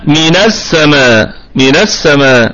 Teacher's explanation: حركت النون بفتحة عارضة تتناسب مع اللام، تمام، لأن اللام دي أصلا لام ال أصلها ال، تمام كده.